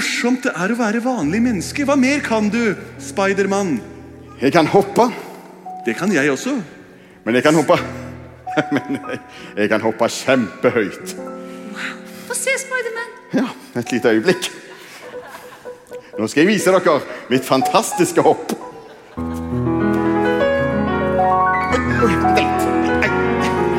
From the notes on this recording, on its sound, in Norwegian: Live fra Kampen kirke.